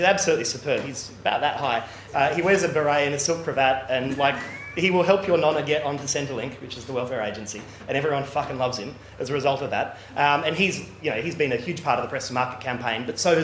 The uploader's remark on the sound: plays the recorded version of a recent keynote lecture